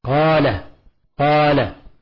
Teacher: يمد مد طبيعي حركتين